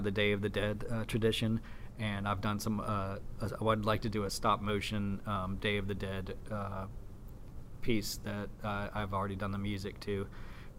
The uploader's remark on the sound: at the Sheraton in New York City during the Nation Art Education Association National Convention